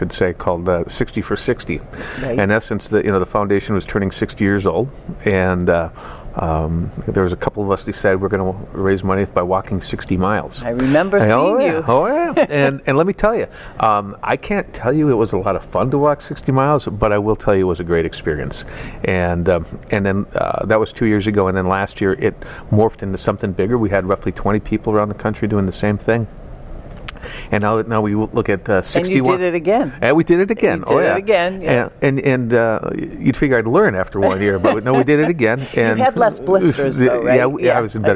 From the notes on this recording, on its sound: Live at #2018AAC